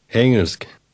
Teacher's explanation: Note how the word Engelsk is pronounced. The sound of the G in the middle almost disappears.